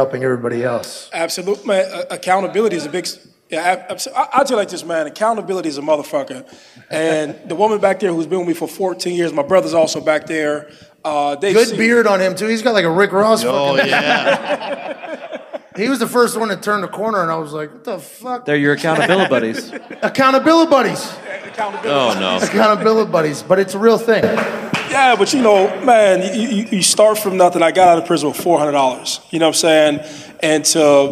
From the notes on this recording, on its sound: Live from the Jo Ann Davidson Theatre in Columbus, Ohio. LIVE FROM COLUMBUS. He fields some questions from the guys.